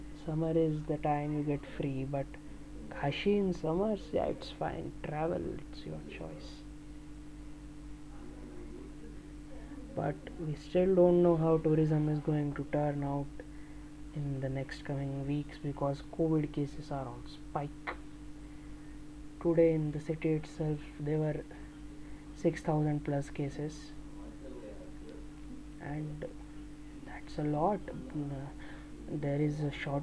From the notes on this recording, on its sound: Sorry for the miserable extra background audios.